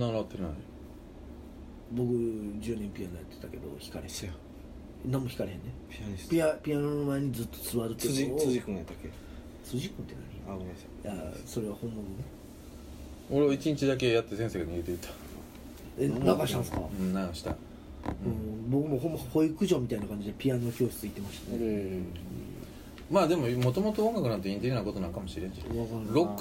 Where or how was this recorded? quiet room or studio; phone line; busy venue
busy venue